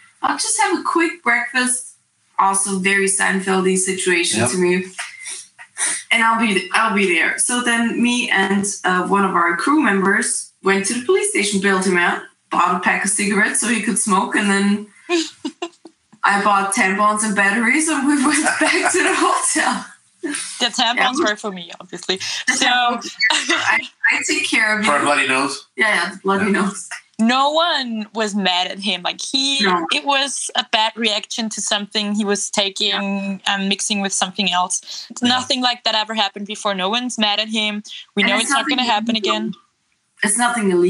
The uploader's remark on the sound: NO Austrian Audio gear was used when recording this podcast - unfortunately! It was captured across two continents - with our phones - and a 7h time difference - so this episode is somewhat special. Has pretty bad audio quality.